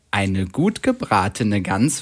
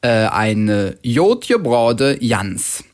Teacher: Am besten fange ich mal mit dem G am Wortanfang an. Das ist da ziemlich auffällig, das haben wir gerade auch schon gehört. Denn da wird das G zum J · Shown in: second take